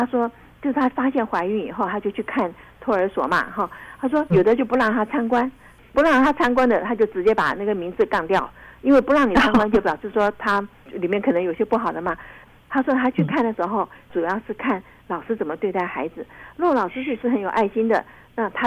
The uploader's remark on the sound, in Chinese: 因疫情關係，本集節目採電話連線收音，聲音品質請大家包涵。